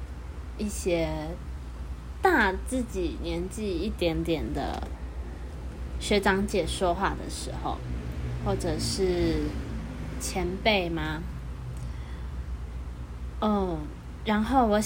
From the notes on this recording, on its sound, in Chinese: 這集家庭錄音室聽到的窗外的車聲呢。